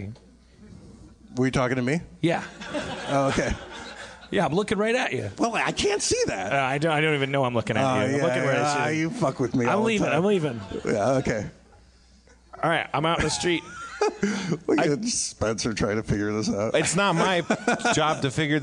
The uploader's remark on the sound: LIVE From Magic City Comic Con